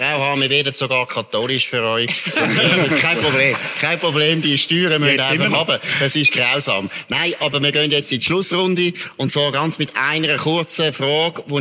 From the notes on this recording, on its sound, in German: Bern einfach live aus dem Mythenforum in Schwyz